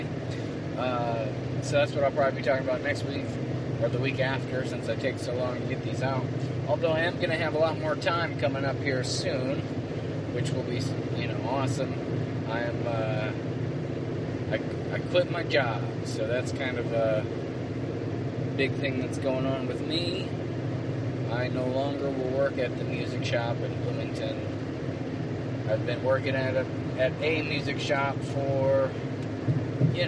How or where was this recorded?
inside a vehicle